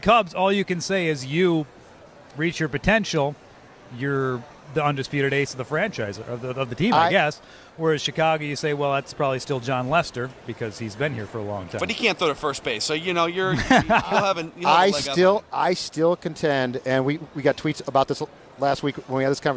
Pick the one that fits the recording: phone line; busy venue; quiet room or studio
busy venue